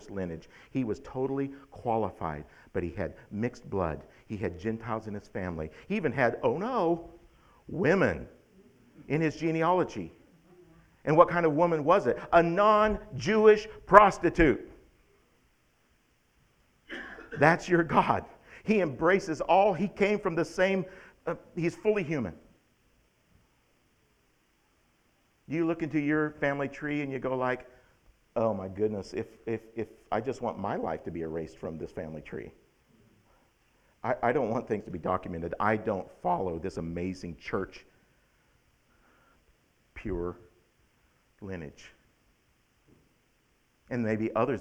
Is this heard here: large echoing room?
yes